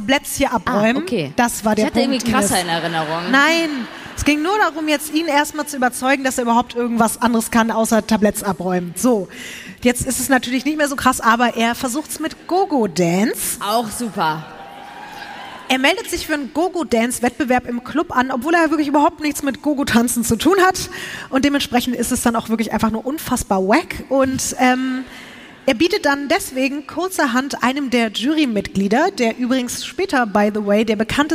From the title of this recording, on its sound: LIVE in Berlin